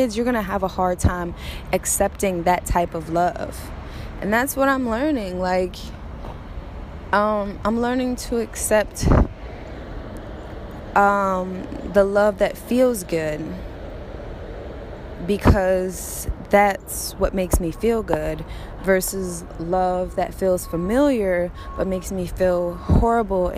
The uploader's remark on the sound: Walking, talking, rant